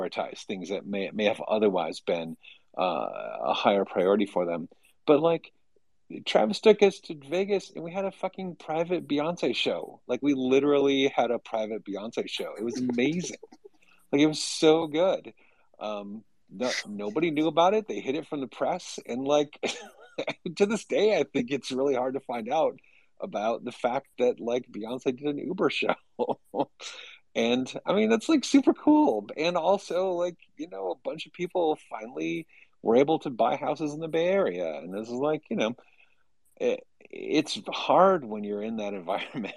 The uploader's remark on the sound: the recording for our Twitter Space